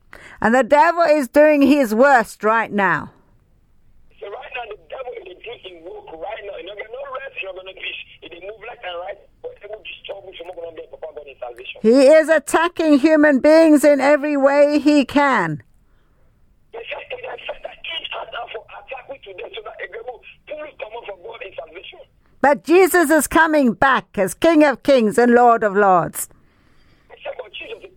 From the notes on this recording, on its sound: Speaking via phone to group in Sierra Leone.